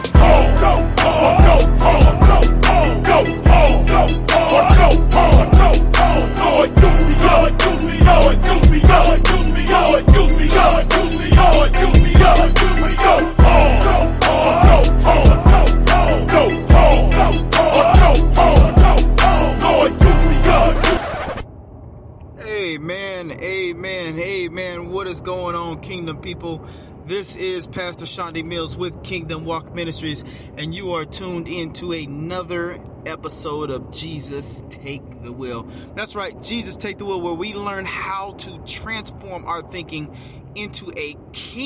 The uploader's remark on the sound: Get in the car with me and let's take a ride